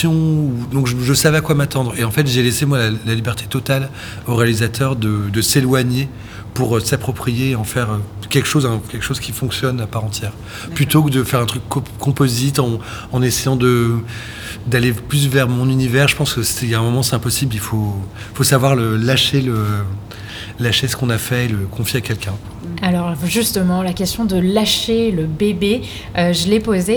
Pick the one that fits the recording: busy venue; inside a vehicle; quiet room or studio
busy venue